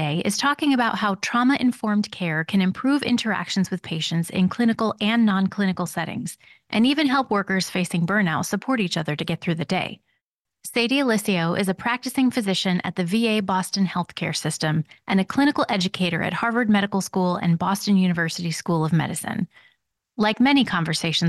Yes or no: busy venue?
no